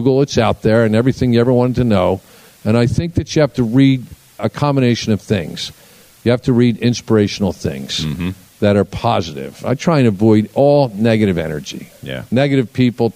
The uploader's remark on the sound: In front of a live audience at one of his newest ventures, The Discovery Labs. 1 million square foot space in King of Prussia, Pennsylvania.